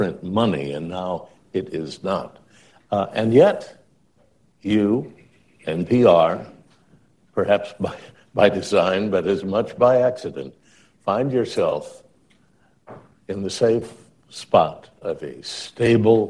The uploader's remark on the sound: This episode was recorded in front of a live audience.